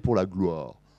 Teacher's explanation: Il y a un OU qui devient un O. Au lieu de dire Pour la gloire, il va dire Pour la gloire. · Term: couverture des voyelles